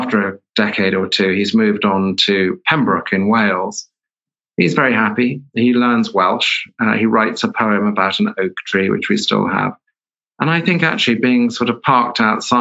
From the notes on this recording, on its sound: In a talk from our virtual lecture series